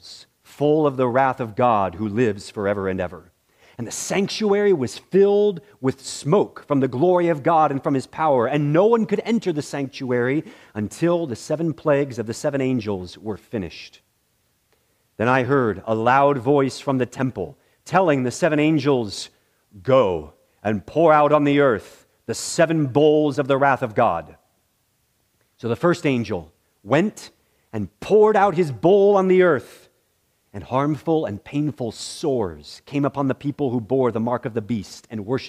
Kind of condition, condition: setting, large echoing room